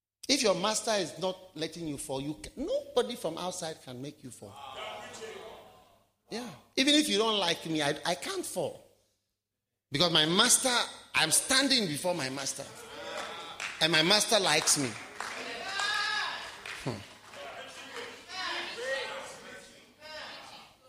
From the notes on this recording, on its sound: Preached at the Wisdom Impartation Service.